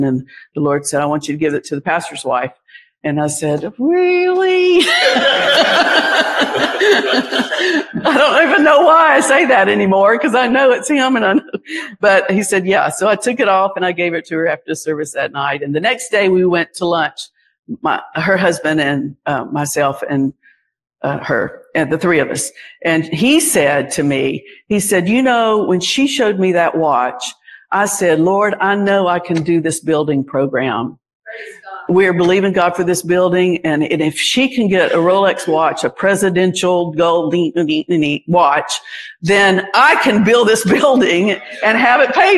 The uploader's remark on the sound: Recorded live at the 2023 Gulf Coast Convention.